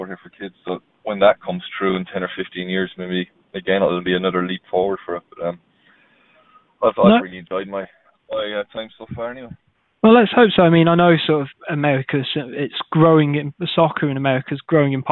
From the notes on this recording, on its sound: over the phone on his way to training